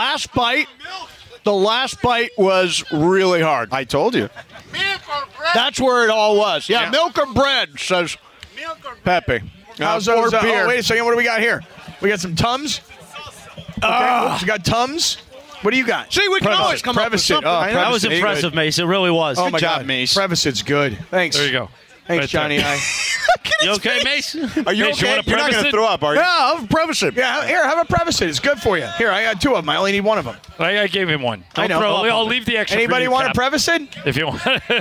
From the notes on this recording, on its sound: Live From Solitas! Down at Solita in Anaheim for Cinco de Mayo!